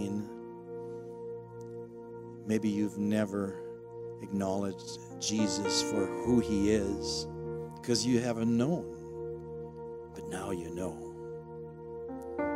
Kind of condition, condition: setting, large echoing room